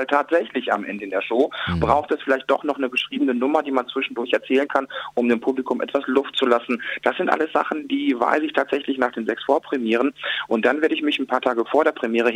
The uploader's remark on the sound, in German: Wir haben ihn im Live-Call auf JOKE FM.